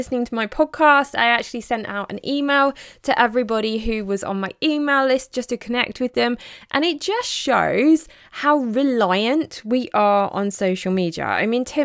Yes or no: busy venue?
no